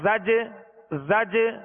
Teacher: یہ جو آواز لوٹ رہی نا زج زج، یہ جنبش ہو رہی ہے آواز میں. زج جیم کی ادائیگی میں مخرج میں جنبش ہو رہی ہے، جو آواز لوٹتی ہوئی آ رہی ہے اسے قلقلہ کہتے ہیں